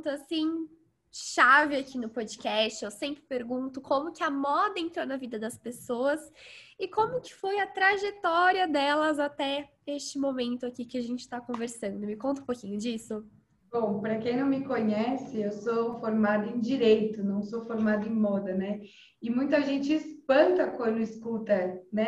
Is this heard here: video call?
yes